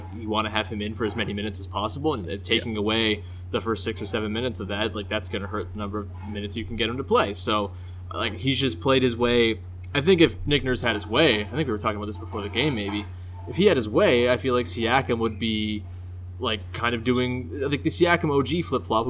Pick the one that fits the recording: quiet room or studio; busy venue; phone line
busy venue